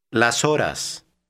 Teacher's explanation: Notice how those two words are pronounced together without stopping between them.